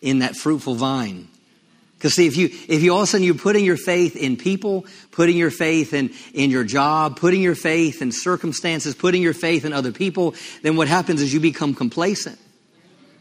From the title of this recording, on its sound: LIVE Midweek Service